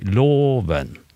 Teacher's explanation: Jeg sa at østnorsk hadde på tone 1 starta lågt, og så stiger den. Hos meg jeg starta høyt, og så faller jeg. · Term: høgtonedialekt